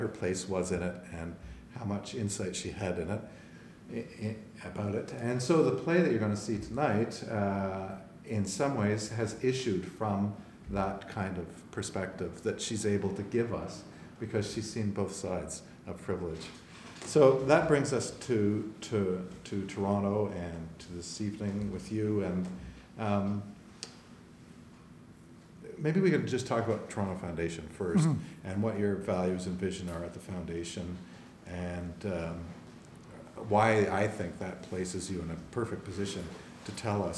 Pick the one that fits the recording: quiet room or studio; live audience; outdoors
live audience